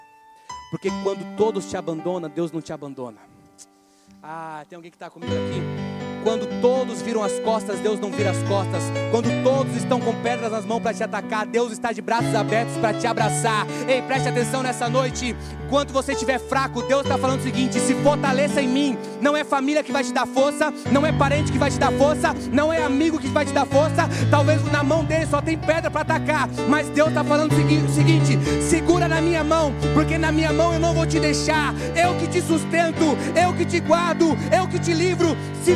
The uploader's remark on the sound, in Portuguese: Mensagem gravada no culto da QUINTA PROFÉTICA na igreja Batista da Lagoinha Rio Claro